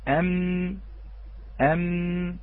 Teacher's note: والميم كذلك أي بانطباق الشفتين، ومحل هذا الانطباق وسط الطرفين، وسط الطرفين يعني من الخارج ولكن ليس من الخارج كليا